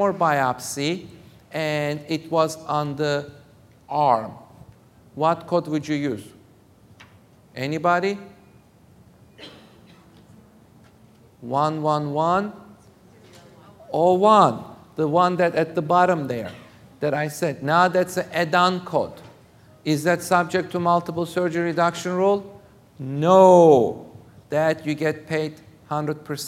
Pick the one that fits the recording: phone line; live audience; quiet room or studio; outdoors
live audience